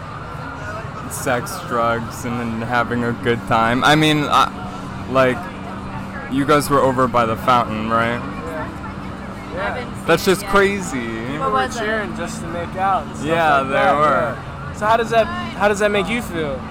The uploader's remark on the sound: In this first experimental episode of the pod, I go out and interview the gay denizens of Washington Square Park on the day of Pride 2022.